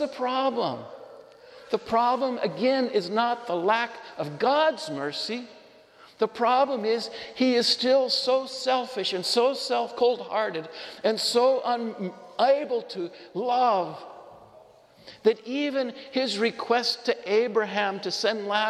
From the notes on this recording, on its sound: This homily was shared at Sacred Heart Church in Othello, Washington.